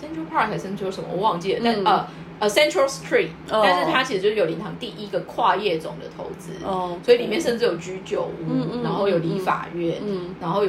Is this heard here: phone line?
no